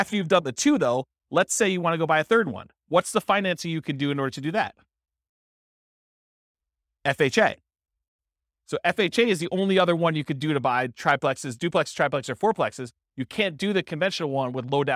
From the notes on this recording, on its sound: This was a live class recorded